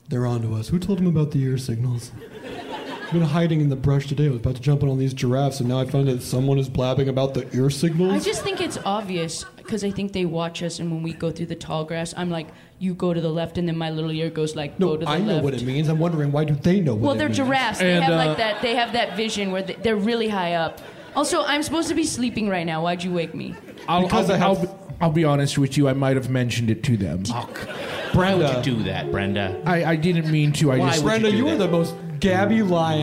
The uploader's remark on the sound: Live from Vancouver